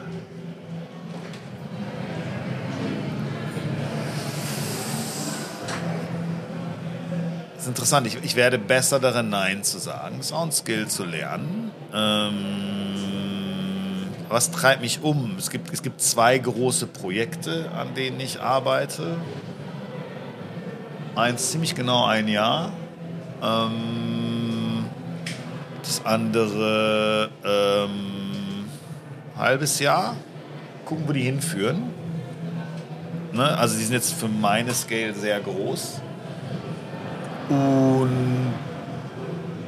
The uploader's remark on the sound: Live at IEM.